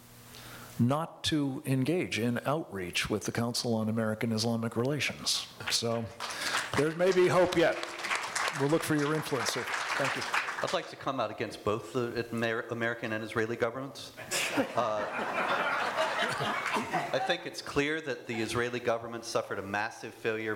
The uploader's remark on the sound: In this special episode, you'll hear a live panel. At the David Horowitz Freedom Center's annual Restoration Weekend event.